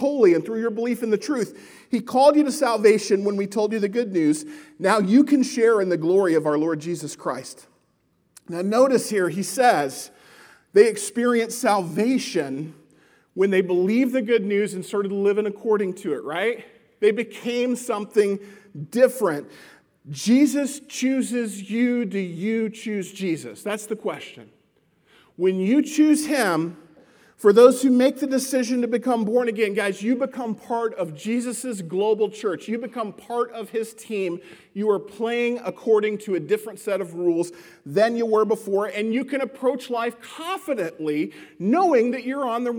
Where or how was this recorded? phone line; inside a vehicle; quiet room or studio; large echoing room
large echoing room